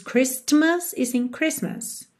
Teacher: você repara que não há som da letra T. A gente não diz Christmas e sim Christmas, ok?